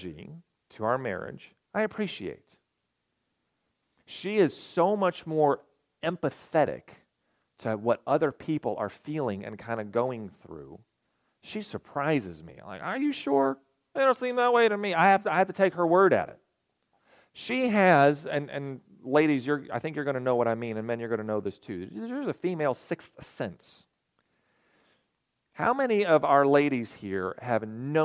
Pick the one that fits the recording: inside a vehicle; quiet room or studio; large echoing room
large echoing room